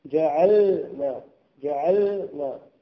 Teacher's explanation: وحرص على السكون يعني سكون اللام، سكون اللام في جعلنا. يعني لما تقرأ كلمة جعلنا في القرآن انتبه، انتبه أن لا تسكن النون، لا تعطيها حقها، سكون اللام.